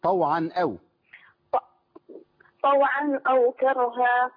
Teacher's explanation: مظهر التنوين عند الهمزه · Term: اظهار